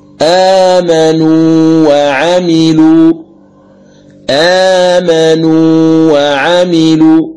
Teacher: تمكن المد بمقدار حركتين وهذا هو المد الطبيعي، ثم تنطق بالواو أو الياء متحركة بعد ذلك